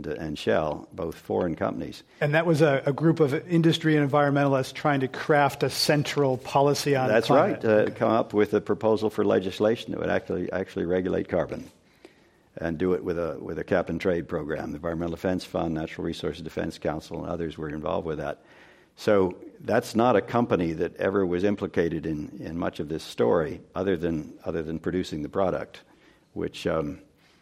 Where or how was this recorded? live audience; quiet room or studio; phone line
live audience